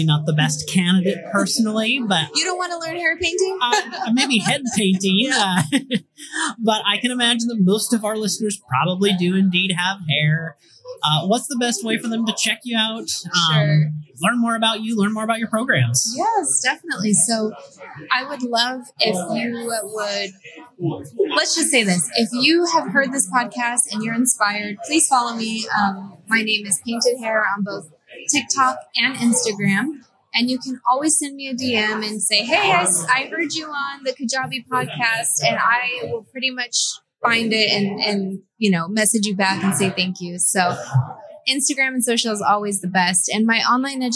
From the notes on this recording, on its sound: Today’s episode was recorded at Kajabi Hero Live in Austin, Texas.